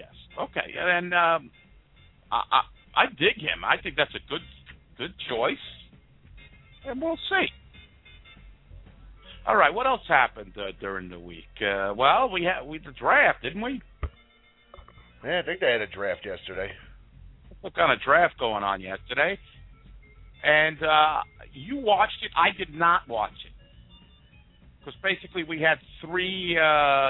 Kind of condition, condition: link, phone line